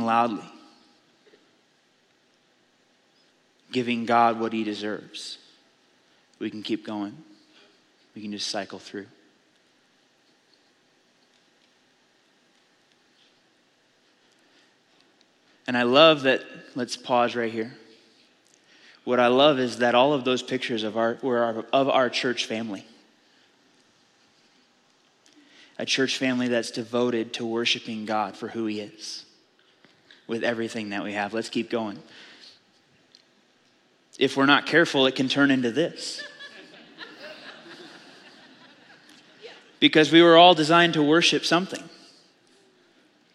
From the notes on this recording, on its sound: Audio file of the Sunday Morning Sermon.